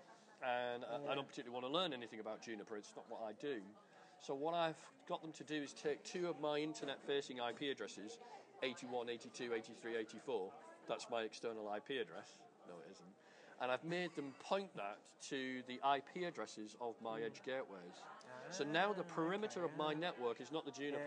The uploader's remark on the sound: recorded at the Melbourne VMUG